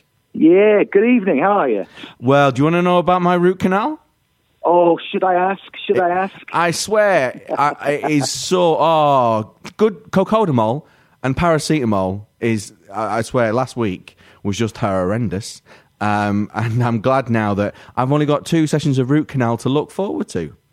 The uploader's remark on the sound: on the phone